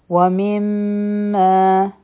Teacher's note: دلته کې چونکې په میم باندې شد ده دی، نو غنه به کوو، دوه سیکنډه ټایم به ورکوو، او دوه حرکت به یې اوږدوو هم